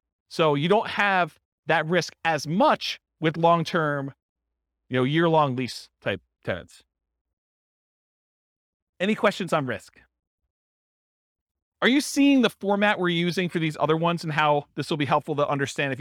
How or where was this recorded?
live audience